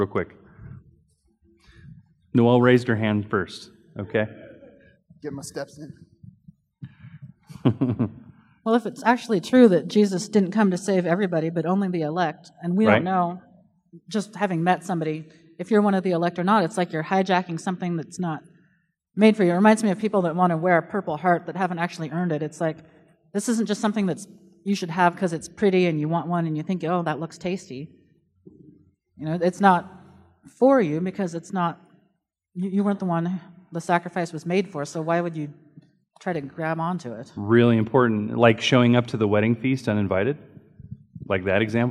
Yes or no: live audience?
yes